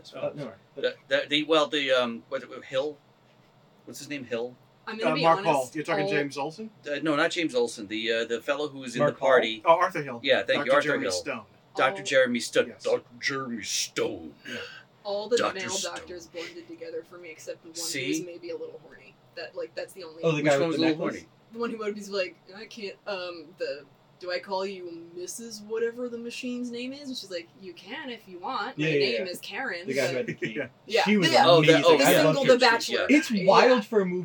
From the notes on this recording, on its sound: Our separate audio track was corrupted. The audio from the cameras. As a result, the audio is uneven and a bit room-tone-y.